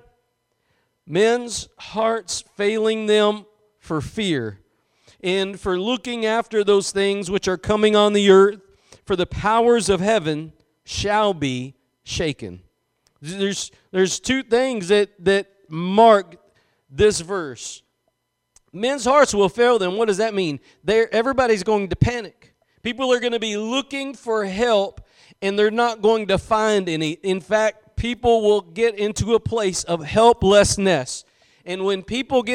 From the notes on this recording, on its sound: Preached at Gospel Lighthouse in Bossier City, La.